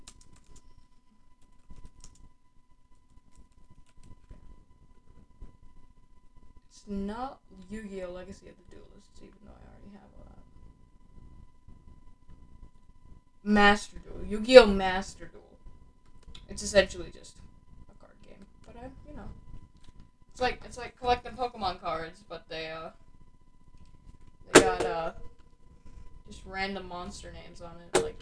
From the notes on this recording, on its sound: I want to apologize about my mic in this first episode, their is a problem with it